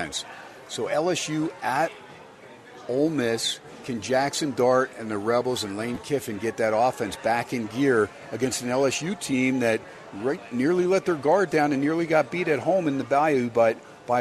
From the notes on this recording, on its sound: "Live" from #SteinersPub in #LasVegas